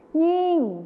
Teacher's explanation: จะเป็นยิ่งเสียงขึ้นจมูกนั่นเอง